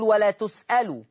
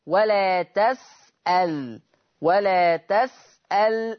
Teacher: حفص بيقول ولا تسألوا بيضم التاء واللام، لكن ورش يقرأ بفتح التاء وسكون اللام